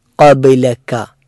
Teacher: മലയാളത്തിൽ ക, അതുപോലെ ഇംഗ്ലീഷിൽ കെ എന്ന അക്ഷരമുള്ളത് ഖബ്ലക എന്ന അവസാനത്തെ കാഫാണ്. എന്നാൽ തുടക്കത്തിലുള്ള ഖാഫ് അത് തൊണ്ടയുടെ മുകളിൽ ഭാഗത്ത് അണ്ണാക്കിൽ സ്പർശിക്കുന്ന രൂപത്തിൽ ഉച്ചരിക്കേണ്ട അക്ഷരമാണ്. ആ രണ്ട് കാഫും കാഫും തമ്മിൽ വ്യത്യാസമുണ്ട്.